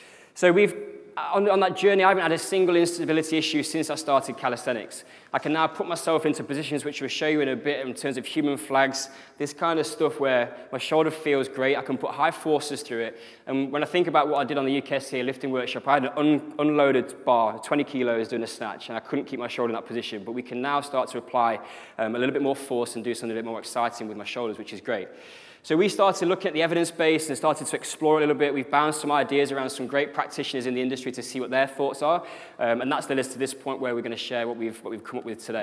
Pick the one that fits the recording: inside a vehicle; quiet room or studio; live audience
live audience